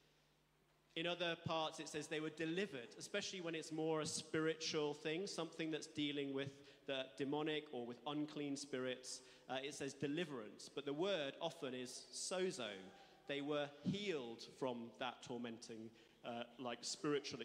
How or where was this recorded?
large echoing room